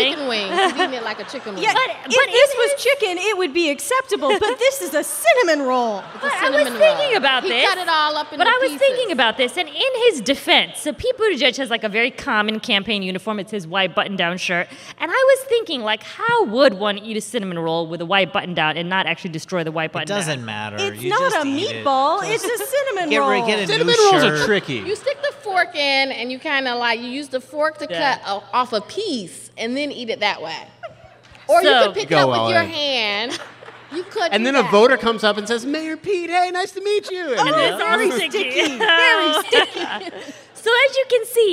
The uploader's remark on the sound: This is a special episode, recorded in front of a live audience at the Warner Theater in Washington, DC.